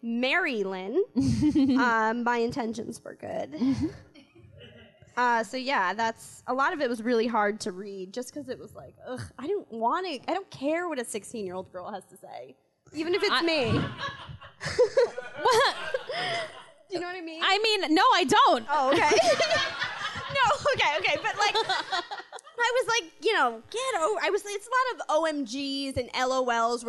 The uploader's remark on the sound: Recorded live from Q.E.D. In Astoria, NYC.